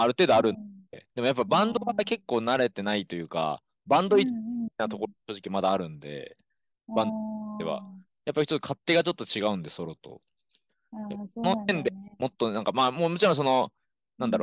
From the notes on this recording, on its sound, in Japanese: zoom録音しました